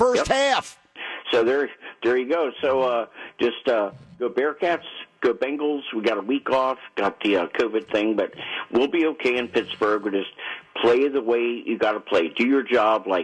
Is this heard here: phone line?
yes